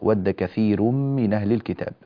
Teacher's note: ود كثير من أهل الكتاب، عندنا هنا هذه الراء، راء كثير، فيها ترقيق الراء كما نعلم، وبينا ذلك في أحكام الراءات من قبل. وهذه الراء مرققة كونها مضمومة وكون ما قبلها ياء ساكنة، فلذلك ترقق هذه الراء.